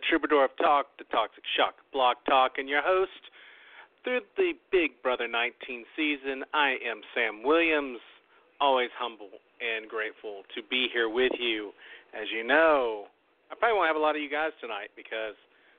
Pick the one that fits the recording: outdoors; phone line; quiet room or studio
phone line